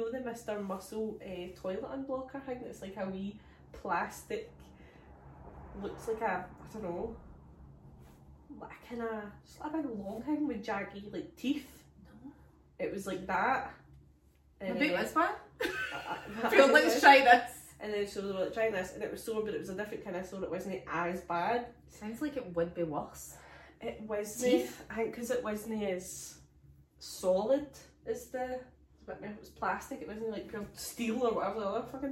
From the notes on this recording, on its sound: The lassies have technical difficulties this week